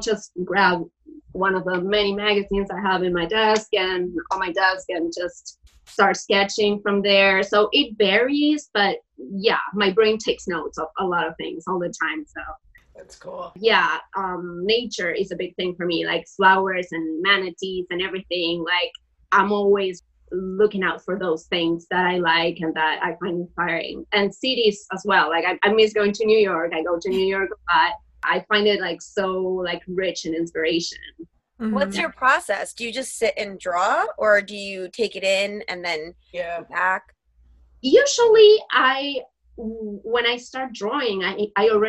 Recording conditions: video call